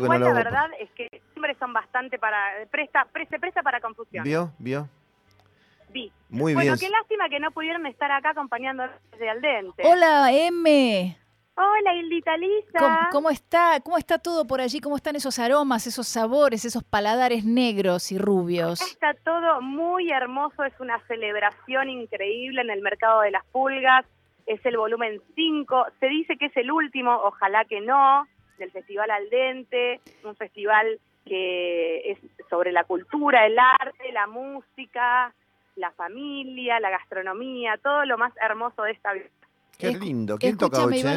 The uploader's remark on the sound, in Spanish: En charla telefónica.